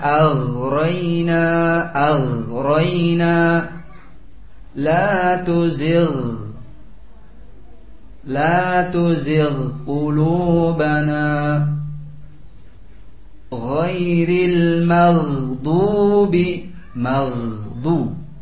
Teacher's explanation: Hanya saja makhrajul ghain lebih jauh daripada mulut, lebih ke dalam sedikit. Baik. Lebih ke dalam sedikit.